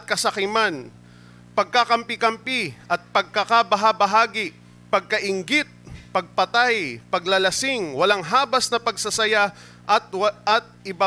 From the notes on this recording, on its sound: Recorded live at The Shepherd Of Faith Family Church on August 7, 2022.